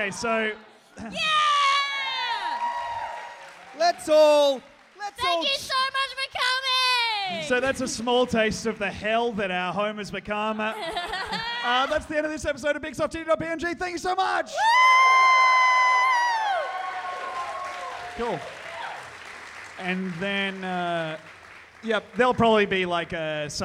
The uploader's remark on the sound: this is our Sydney live show